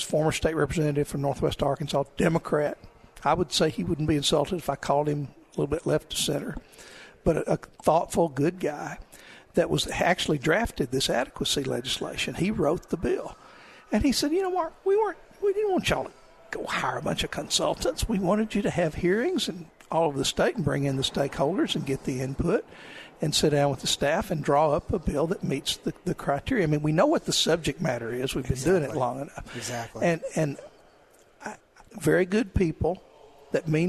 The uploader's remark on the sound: Live at the State Capitol for Filing Day.